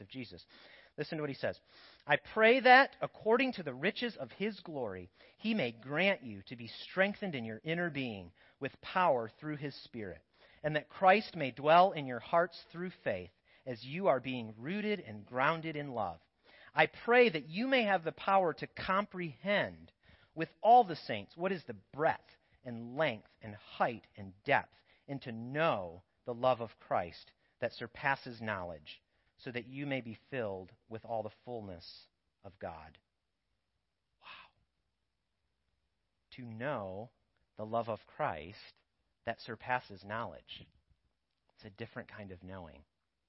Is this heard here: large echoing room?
yes